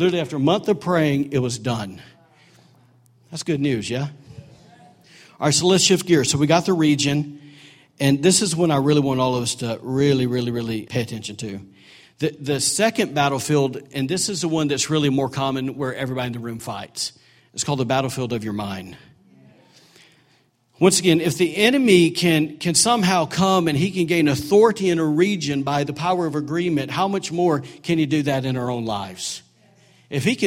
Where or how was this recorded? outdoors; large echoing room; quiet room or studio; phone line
large echoing room